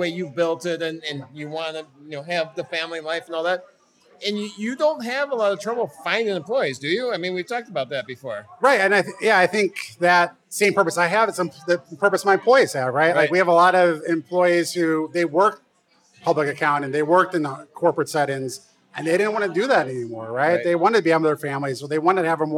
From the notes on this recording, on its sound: live from The Beer Temple in Chicago